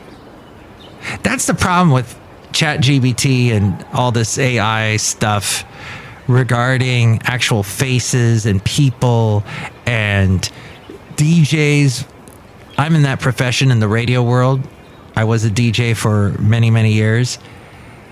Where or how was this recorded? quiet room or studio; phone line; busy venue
busy venue